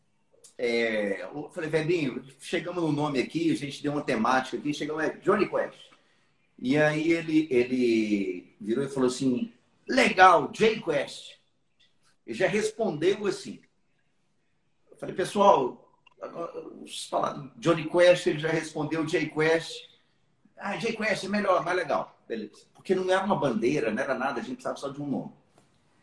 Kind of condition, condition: link, video call